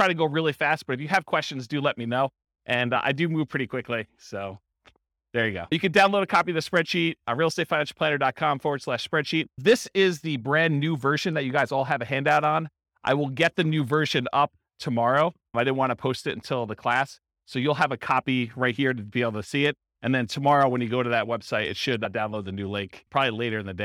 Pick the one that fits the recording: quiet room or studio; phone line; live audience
live audience